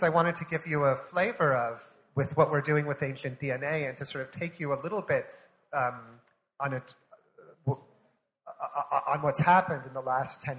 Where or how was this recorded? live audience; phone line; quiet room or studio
live audience